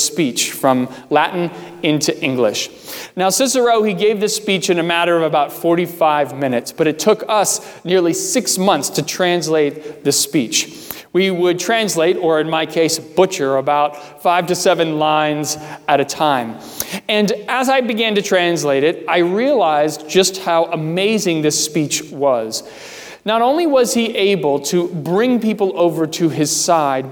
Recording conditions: large echoing room